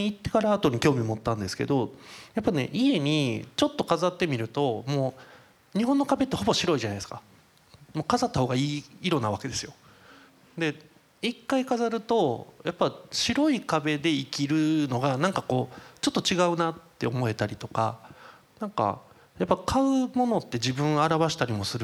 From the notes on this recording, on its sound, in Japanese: FGNで行われた公開収録の後編をお送りします。